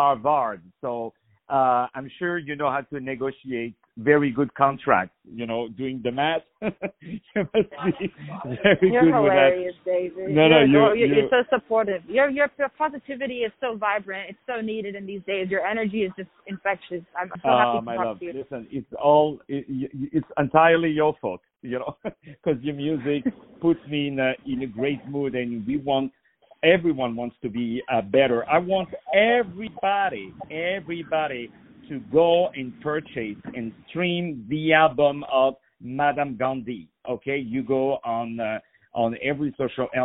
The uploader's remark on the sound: On the phone